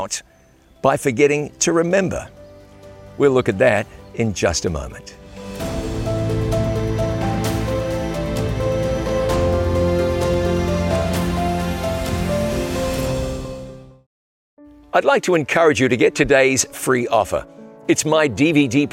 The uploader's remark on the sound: on location at the site of the world’s largest Ten Commandments